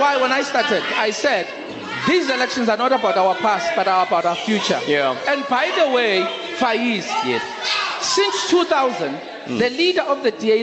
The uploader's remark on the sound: Newsbreak's Election Roadshow stops in Cape Town. The Newsbreak Election Debate Roadshow headed to Cape Town this past weekend. The team broadcasted live from the Siva Aalyam Temple Hall in Rylands.